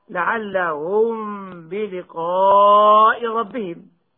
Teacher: مسألة واجبة الإخفاء، وهي الميم الساكنة التي بعدها باء